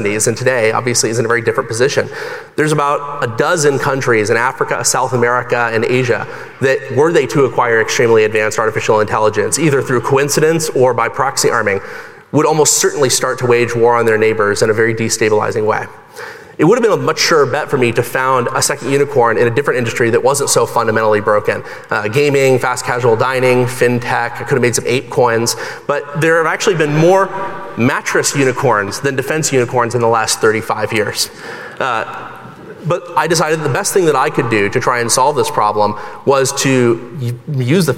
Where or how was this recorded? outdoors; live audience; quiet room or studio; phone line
live audience